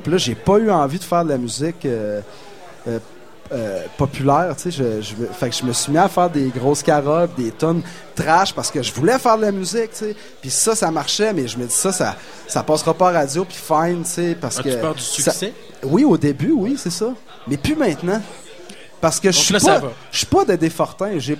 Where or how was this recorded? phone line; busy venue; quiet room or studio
busy venue